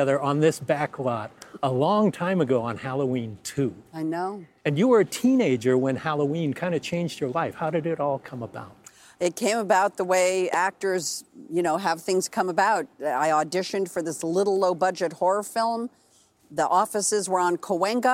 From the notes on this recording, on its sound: Live from the Universal backlot